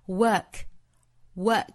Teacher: work,也可以跟 I 连读 The harder I work, the harder I work.那 work 这个词也是一样的，我们去查字典的话会发现这个词英音读法是 work, work 是长元音、紧元音、单元音的发音